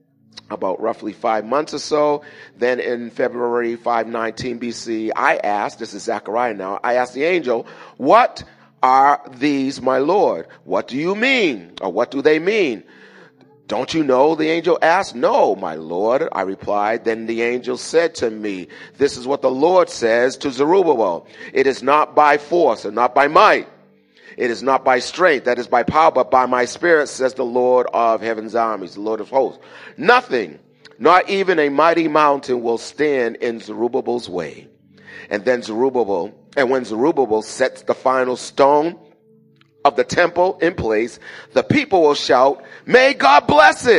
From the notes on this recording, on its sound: Recorded at the 08:30am Service on 2017-05-07.